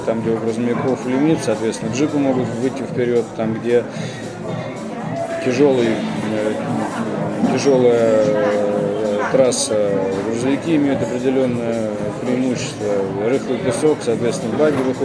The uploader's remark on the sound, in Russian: был записан в одном из московских кафе